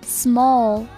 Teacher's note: small 这个尾音呢又出现了一个舌侧音